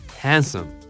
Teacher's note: D はね、S にぶつかって消えちゃうというか